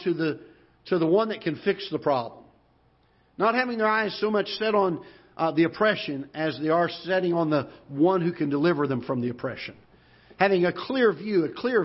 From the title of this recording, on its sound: Ketha Heights Baptist Church ~ Live Broadcast